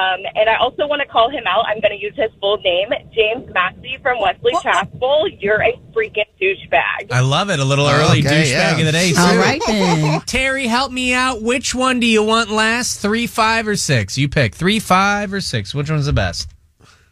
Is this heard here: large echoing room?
no